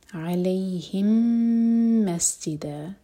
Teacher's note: میم اور میم کا ادغام ہے، ادغام متماثل، میم کو ہولڈ کیا جائے گا